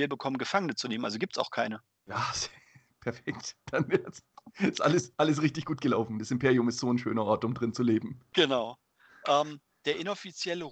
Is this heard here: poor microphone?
no